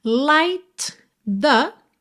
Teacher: você junta o T final de light já com o TH de the